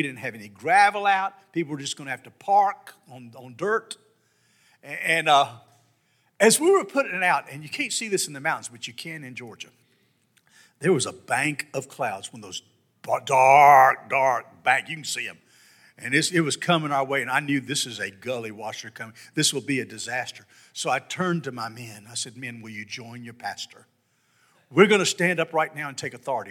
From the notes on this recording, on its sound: This sermon was delivered on September 11, 2022 at First Baptist Church Hendersonville, NC.